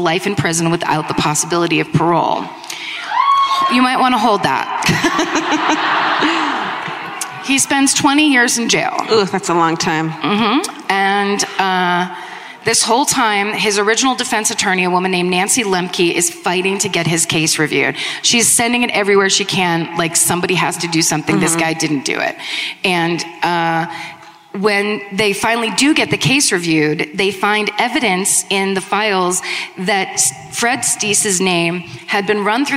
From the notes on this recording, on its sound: Live at the Red Rock Ballroom in Las Vegas.